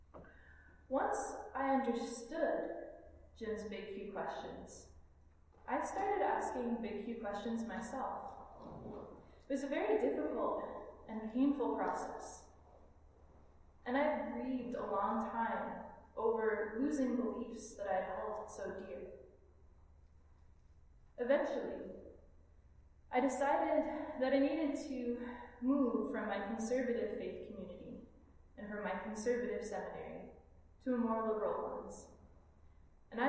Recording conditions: large echoing room